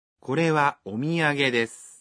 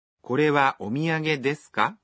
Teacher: Мы просто добавляем частицу «ка» в конце предложения и произносим его, повышая интонацию. · Shown in: second take